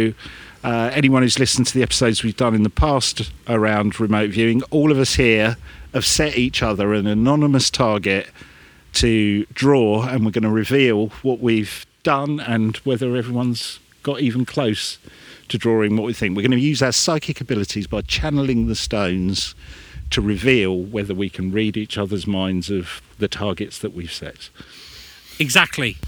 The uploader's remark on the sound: We were back on location at the Hoar Stone and Tomb in Enstone Oxfordshire on Mid-summer eve, to tell ghost stories and folklore tales, and see if this stone might walk at midnight. We tried some live psychic tests.